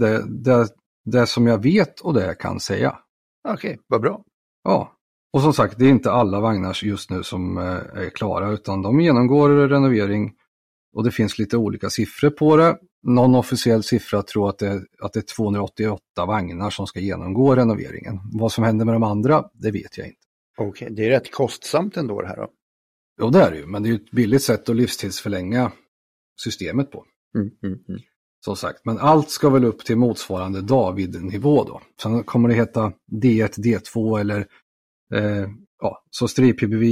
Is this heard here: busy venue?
no